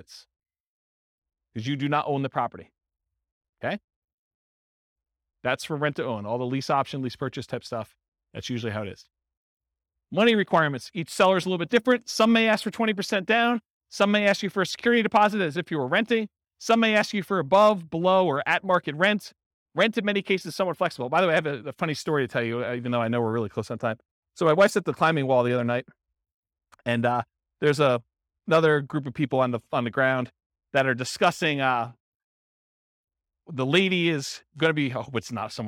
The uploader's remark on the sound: Real estate entrepreneurs in Beaverton, Oregon. This was a live class recorded.